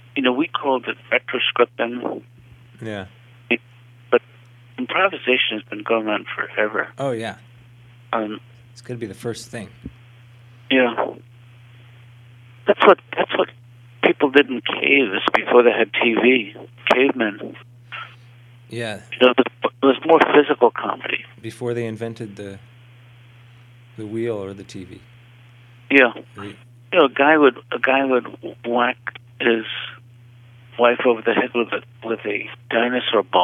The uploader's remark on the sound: Over the phone. This audio was edited very lightly from its original recording.